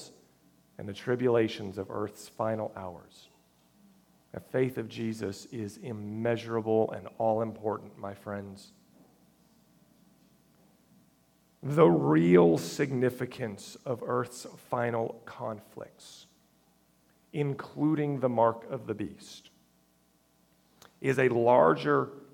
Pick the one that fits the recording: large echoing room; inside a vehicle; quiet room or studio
large echoing room